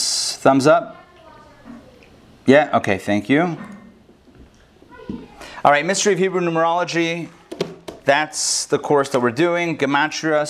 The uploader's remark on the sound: Recorded live in Atlanta on August 17, 2020